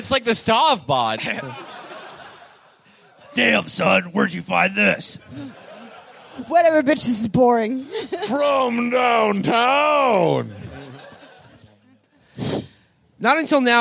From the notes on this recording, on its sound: In the end of our run of Live Shows. Three segments from our shows last night at the wonderful Cedar Cultural Center in Minneapolis, MN.